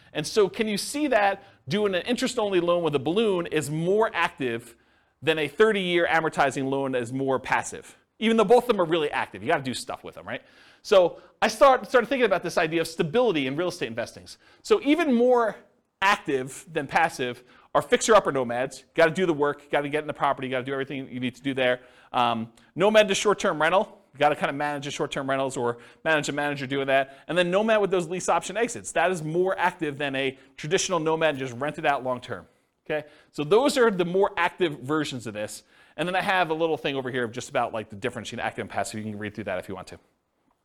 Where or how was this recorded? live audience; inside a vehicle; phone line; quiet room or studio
live audience